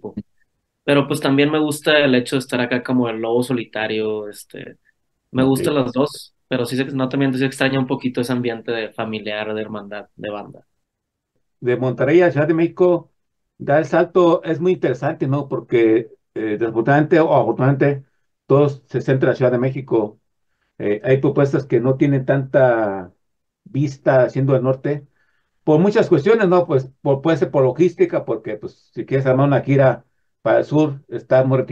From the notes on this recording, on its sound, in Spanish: Charlamos vía zoom